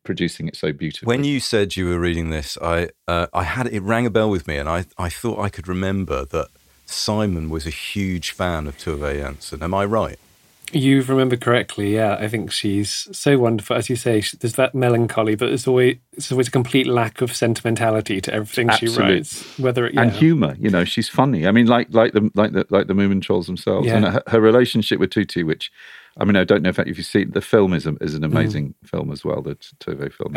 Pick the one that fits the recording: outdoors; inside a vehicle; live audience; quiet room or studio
quiet room or studio